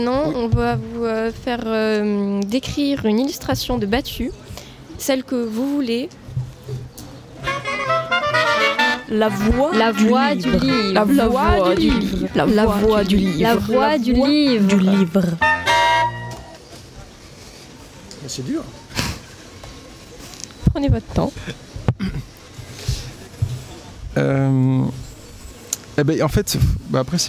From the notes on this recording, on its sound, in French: Toute une émission en direct le 4 juillet de 9h à 18h à l'occasion du LIVRODROME qui proposa ce jour-là sur le quai Baluze à Tulle. Toute une émission en direct le 4 juillet de 9h à 18h à l'occasion du LIVRODROME qui proposa ce jour-là sur le quai Baluze à Tulle.